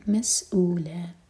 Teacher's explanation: سین پر وصل والا ساؤن اور پھر حمزہ پر کٹ آف ساؤن، او مد بدل ہے، لا مد عوض عن التنوین، مسئولا